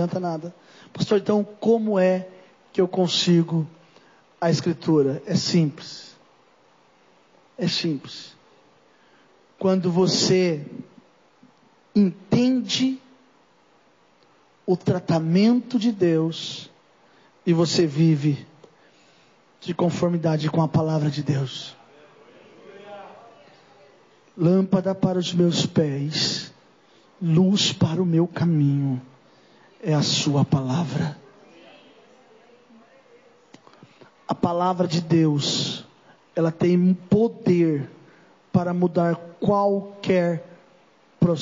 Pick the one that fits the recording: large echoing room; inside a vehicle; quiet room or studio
large echoing room